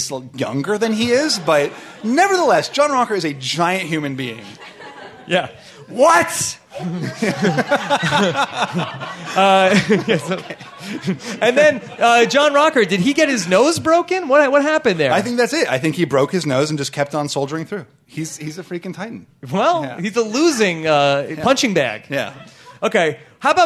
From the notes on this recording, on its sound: LIVE from the Gotham Comedy Club in Manhattan